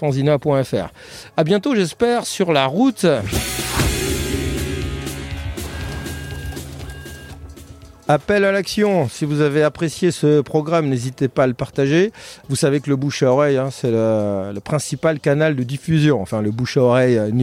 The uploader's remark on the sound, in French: enregistré au festival de bande dessinée de Colomiers